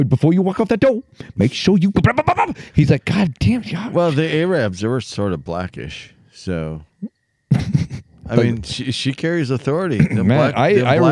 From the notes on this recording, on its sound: We take our conversation outdoors, sparking a tangent-filled discussion amidst the picturesque outdoors of Minnesota. Despite being plagued by fears of erroneous pricey fines for audio copyright infringements of background music.